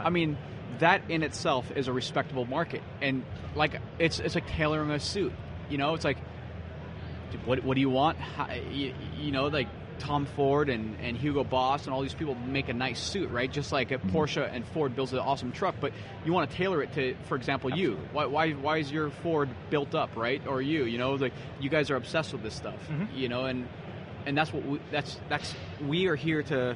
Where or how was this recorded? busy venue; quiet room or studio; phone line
busy venue